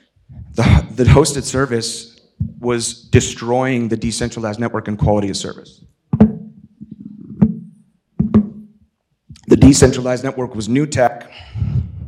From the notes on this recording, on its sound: In this engaging keynote from Disco Summit 2023.